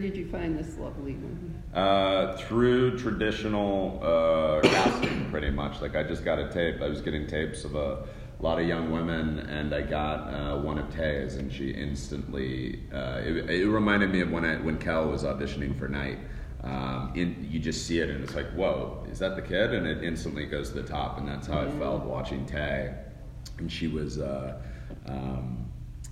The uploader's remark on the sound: at the 2019 Middleburg Film Festival